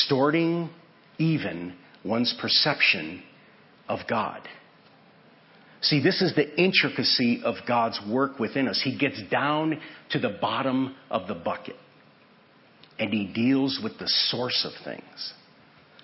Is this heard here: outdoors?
no